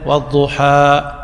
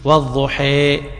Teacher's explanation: يعني إنما هذا فتح الآن، إنما هذا الفتح، الإمالة إنما كأنه يميل إلى الكسر · Shown in: second take · وهكذا في الاسم المقصور فيقول مثلا: والضحى، هذا بالفتح ممدود، والضحي.